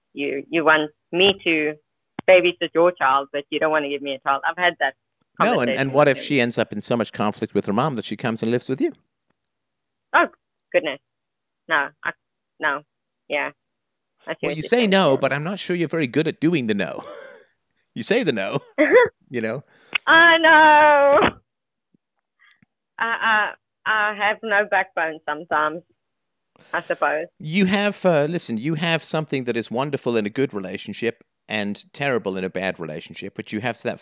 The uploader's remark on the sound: Freedomain Call